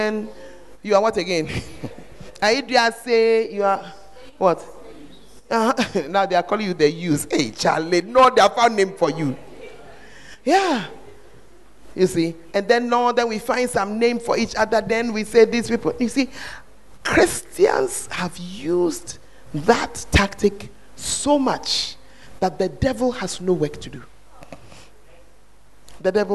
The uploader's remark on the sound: Preached At The 100s and 200s Camp